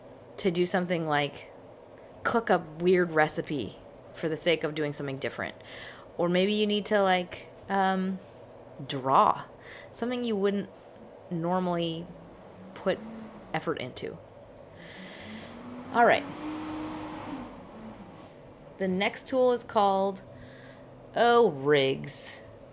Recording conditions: background noise